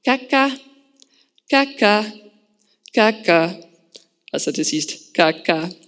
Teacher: fire ord, som kun adskilles af den melodi, man siger det med · Term: tone